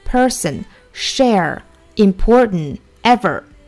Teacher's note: most important decisions any of us makes.英音和美音的区别的话呢，这句话我们要注意单词里面有字母二的，要卷舌。比如说 person, share, important, ever. 好，这些的话呢都要有卷舌，英音的话呢是不卷舌的